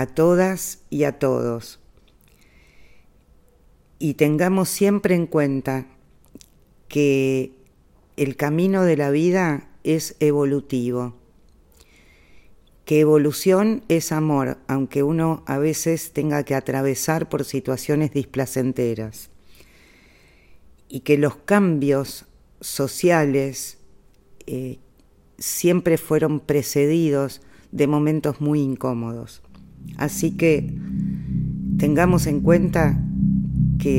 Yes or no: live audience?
no